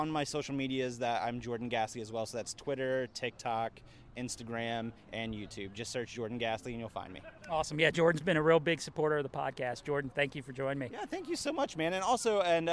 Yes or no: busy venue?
yes